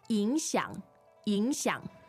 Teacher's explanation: So it sounds like you don't have the first NG, you have an N, but on 响, you actually do have the NG. 对,所以正确的是影响,影响。可是南方人说影响,影响。